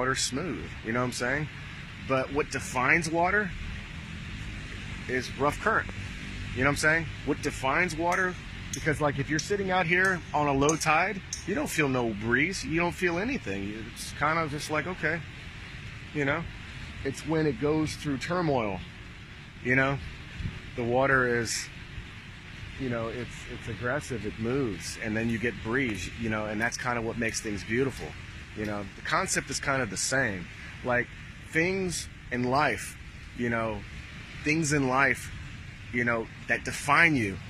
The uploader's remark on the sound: Live from Pattaya Beach, Thailand